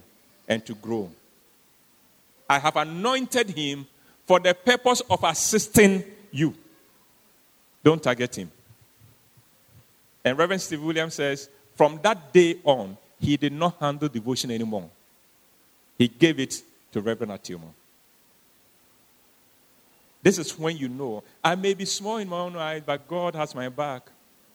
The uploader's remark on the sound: Sermon preached at CBC Adabraka Campus